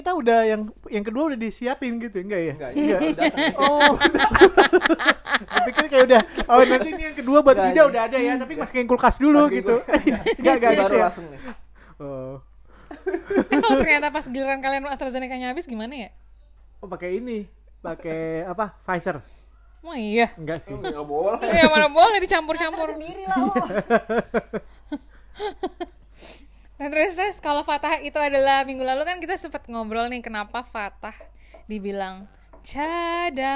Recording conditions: background noise